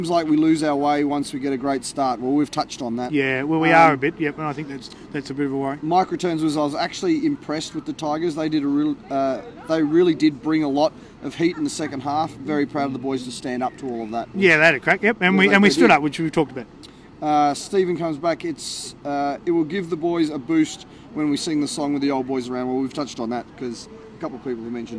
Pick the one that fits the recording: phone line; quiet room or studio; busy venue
busy venue